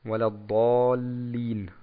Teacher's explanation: Kurz auf dem Lam stehen bleiben, weil es verstärkt wird.